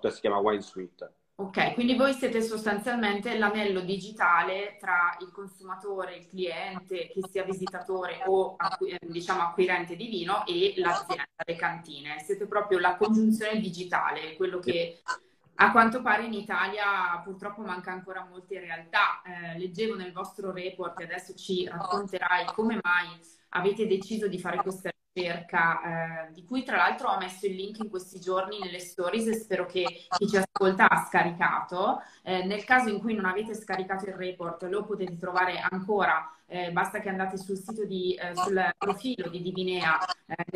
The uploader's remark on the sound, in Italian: Vi propongo la registrazione audio della diretta Instagram